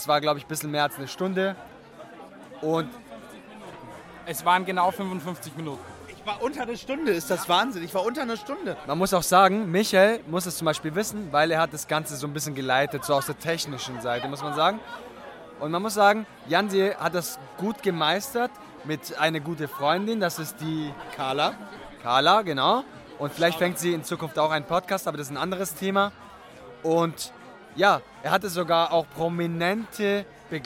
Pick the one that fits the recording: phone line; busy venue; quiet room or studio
busy venue